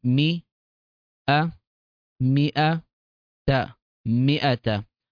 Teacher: نلاحظ هنا أن الألف سقط ولم نقرأ الألف